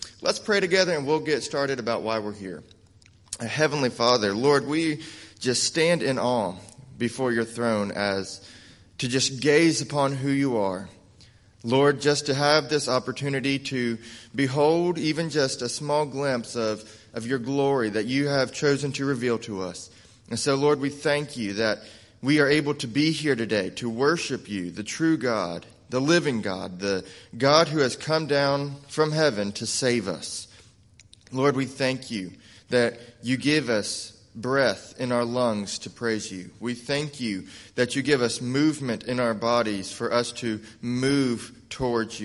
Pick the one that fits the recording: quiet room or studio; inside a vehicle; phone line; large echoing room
large echoing room